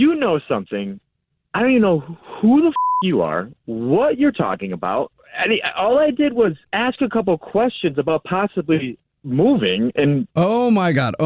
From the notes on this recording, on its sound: phone prank style